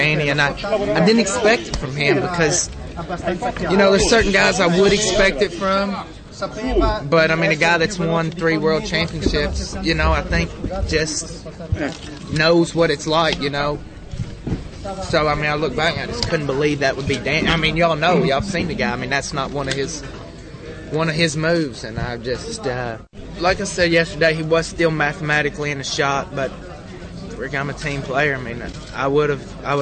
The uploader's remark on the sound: Press Conference from Estoril